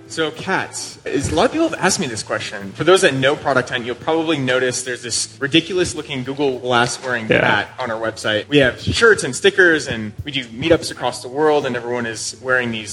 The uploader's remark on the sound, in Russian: Интервью прошло на сцене ProductSense, 8 ноября 2018 года, в Минске.